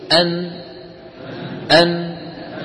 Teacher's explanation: جزء لساني من طرف اللسان يقرع ما يحاذيه من غار الحنك · Term: حرف النون